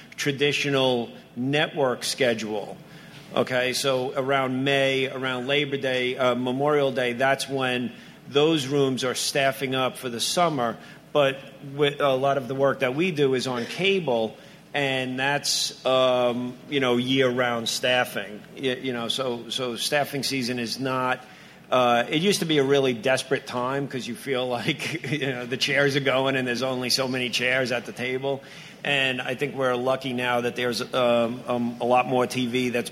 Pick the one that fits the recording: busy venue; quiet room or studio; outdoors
busy venue